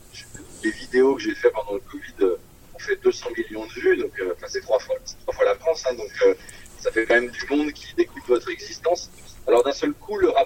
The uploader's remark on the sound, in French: Interview téléphonique